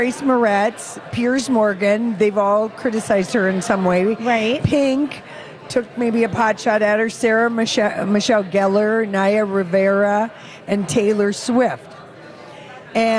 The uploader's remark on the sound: Live at the AC Hotel - the morning shows are on the ground.